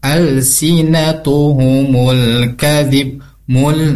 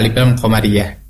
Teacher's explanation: ini ada alif lam qomariyah. Dibacanya diizharkan jelas bunyi lam sukunnya.